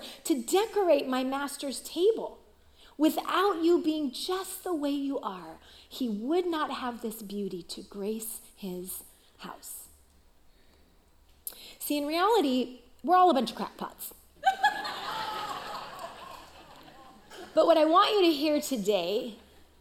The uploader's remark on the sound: Recorded live at CrossWinds Church on May 7, 2023.